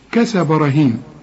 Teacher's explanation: كل الحروف مرققة ما عدا الراء، الراء مفخمة